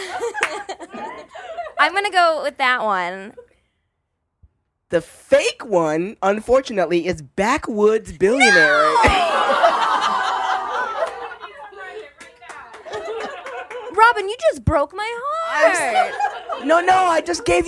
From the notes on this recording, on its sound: Live Show at RT. At the Romantic Times BookLovers Convention in Atlanta! We had wine, snacks, and a room full of somewhat tired and entirely awesome podcast fans.